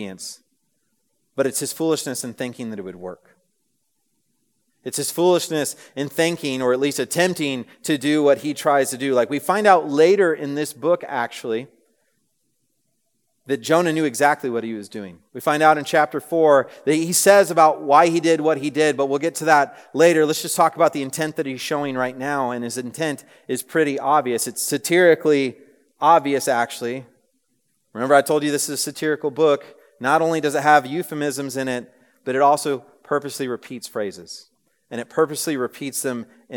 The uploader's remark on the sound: This message was preached on February 8, 2024 at a Thursday Night Gathering of Coram Deo College Ministry.